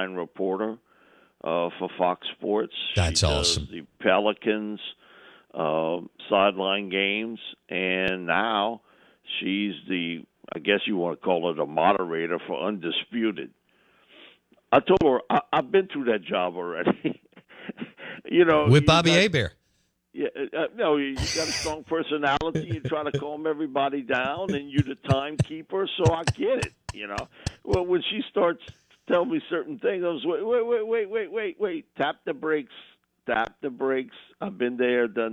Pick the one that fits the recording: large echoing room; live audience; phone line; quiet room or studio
phone line